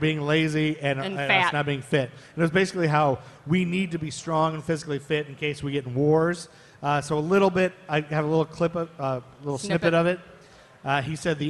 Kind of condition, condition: setting, live audience